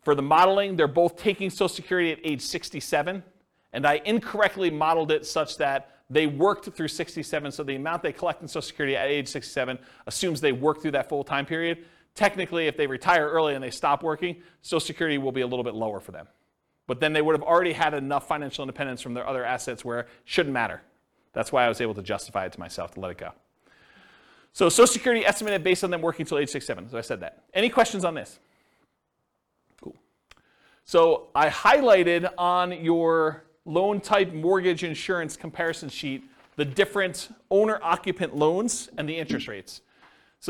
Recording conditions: live audience